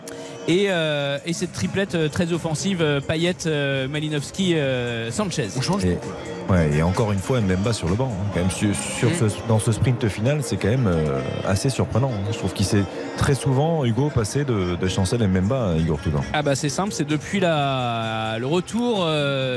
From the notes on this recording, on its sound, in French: en direct du stade Vélodrome